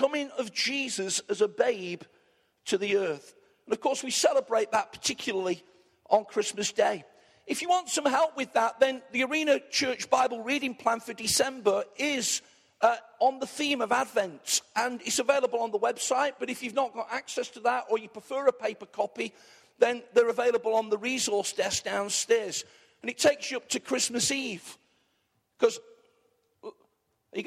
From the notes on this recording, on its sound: Arena Church Ilkeston